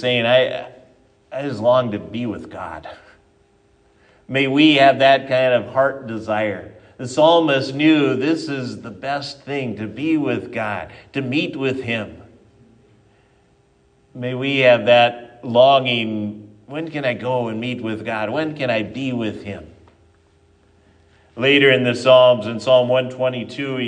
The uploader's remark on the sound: At Triumph Lutheran Church, Ferndale, Washington.